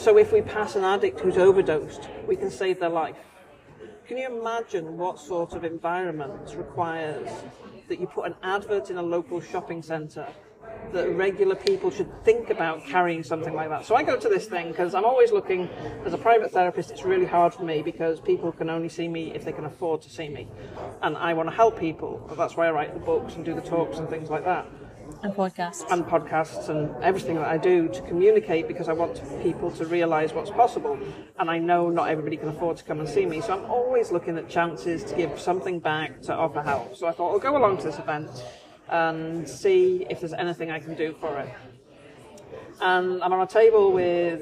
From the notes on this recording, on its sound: Please note these episodes are recorded chats in Starbucks so may have more background noise than a usual podcast.